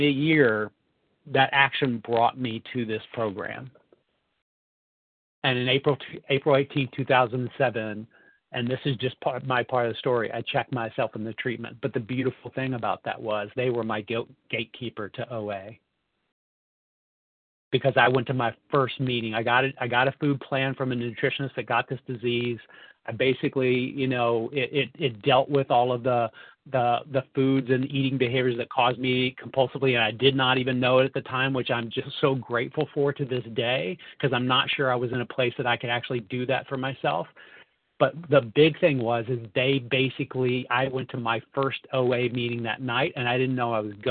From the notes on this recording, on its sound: from the 100 Pounders Phone Meeting